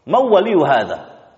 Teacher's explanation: mereka mengidghamkan nun sukun kepada waw sehingga mereka mengatakan mawwa